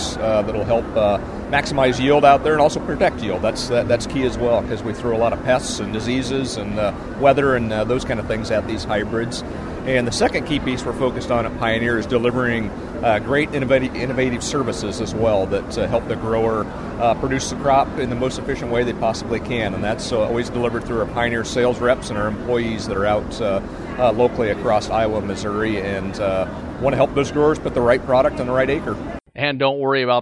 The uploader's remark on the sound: we bring you some of the sounds and interviews from the Iowa Corn Indy 250